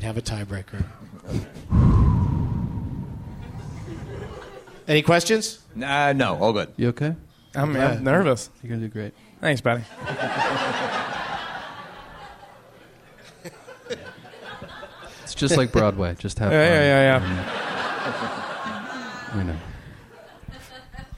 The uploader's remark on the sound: Live from the Helium Comedy Club in Philadelphia